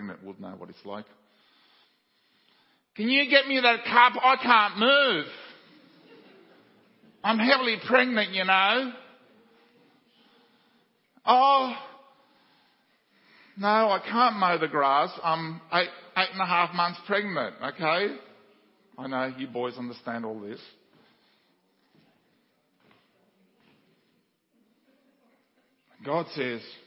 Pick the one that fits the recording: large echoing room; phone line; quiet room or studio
large echoing room